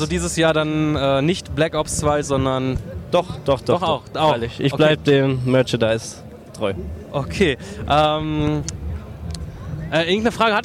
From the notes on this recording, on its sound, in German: Wir melden uns “fast” Live von der gamescom 2012 in Köln aus der Sommerpause zurück.